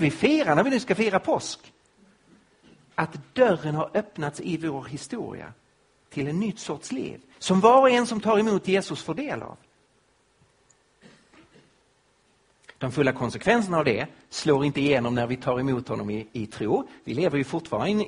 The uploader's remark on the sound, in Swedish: Inspelad på Apologiakonferensen på Fjällgården i Jönköping 2015-03-28.